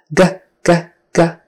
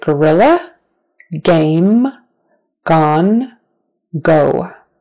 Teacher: So G, G, G, made in the back of your throat, back of your tongue pushing against the back of your throat, and your voice is on.